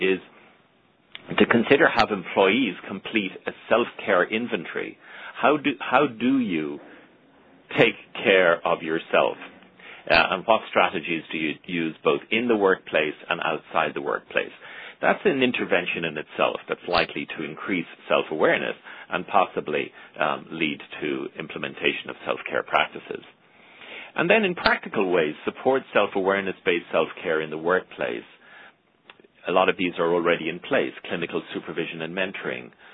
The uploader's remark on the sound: April 2009 Author in the Room® Teleconference